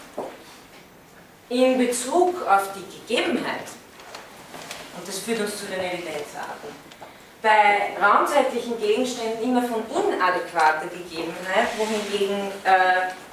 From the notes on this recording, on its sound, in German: Von Studierenden aufgezeichnet.